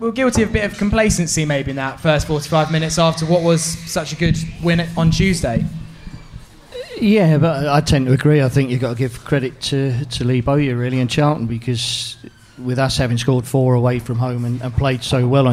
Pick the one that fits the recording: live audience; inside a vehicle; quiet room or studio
live audience